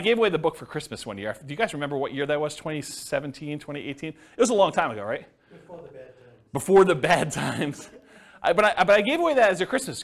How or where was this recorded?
live audience